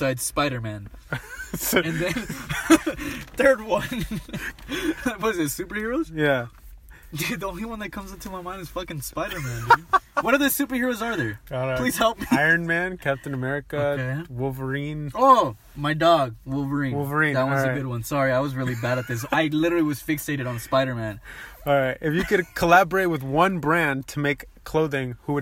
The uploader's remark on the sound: This episode was recorded in a car instead of a studio, but it adds some sort of character to it.